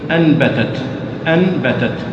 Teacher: النون الساكنة والتنوين إذا جاء بعدها حرف الباء عليك أن تقلب النون الساكنة والتنوين ميما عند حرف الباء، والميم هذه تكون معها الغنة · Term: القلب